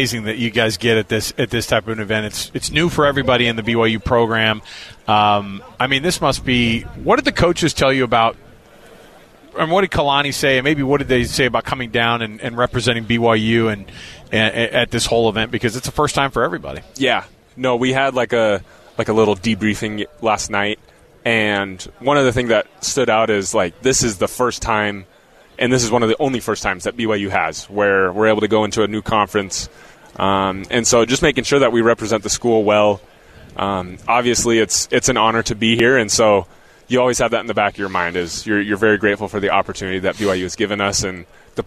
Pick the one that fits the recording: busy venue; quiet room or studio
busy venue